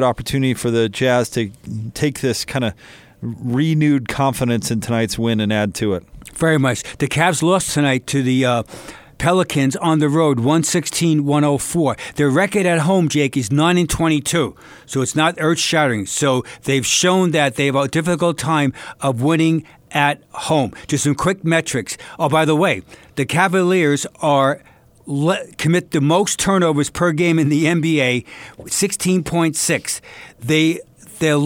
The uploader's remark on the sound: In the locker room following the Jazz win against Washington.